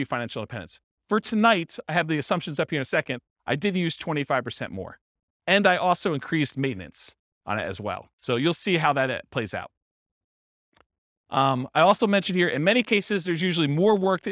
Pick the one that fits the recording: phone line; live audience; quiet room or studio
live audience